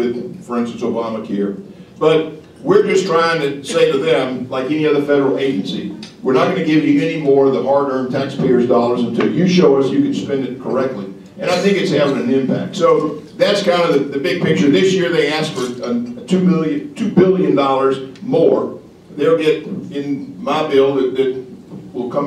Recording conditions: live audience